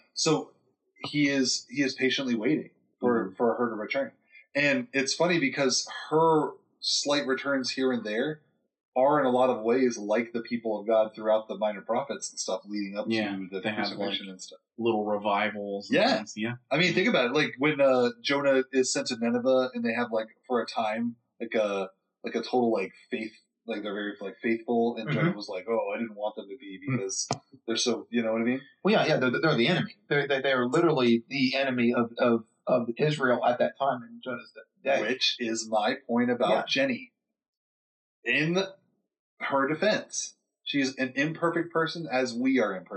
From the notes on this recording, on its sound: (Also once again we apologize for some audio issues).